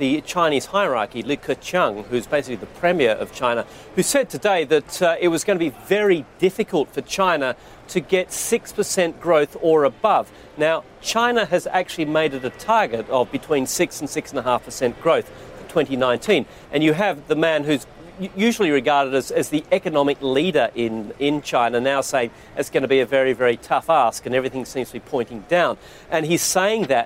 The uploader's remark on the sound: live at the New York Stock Exchange